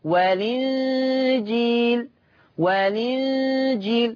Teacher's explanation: هنشيل الهمزة وناخد الحركة نحطها على اللام، ننقل حركة الهمزة للام، عشان كده سميها نقل، فتبقى لام مكسورة. · Term: النقل